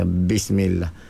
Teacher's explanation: Bunyi serupa dengan huruf V yang salah. Patutnya tak tubik nafas ni B, lekat di bibir mulut kita. · Term: jahar